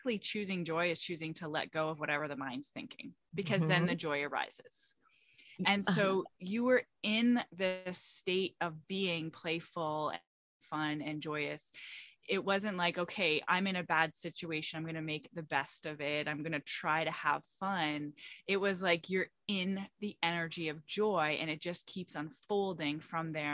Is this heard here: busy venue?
no